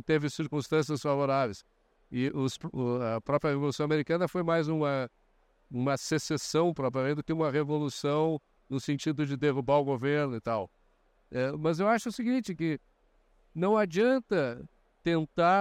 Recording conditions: busy venue